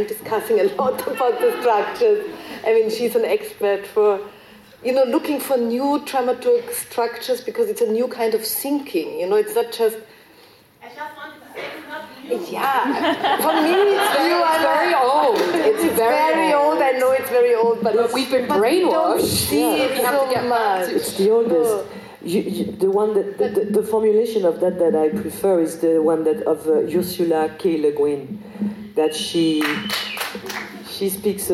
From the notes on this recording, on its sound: This talk was recorded as part of the two day Forum on Feminist Perspectives, held at Vienna’s Stadtkino in November 2022.